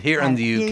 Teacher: I just didn't pronounce the D bit at the end. Here and the UK.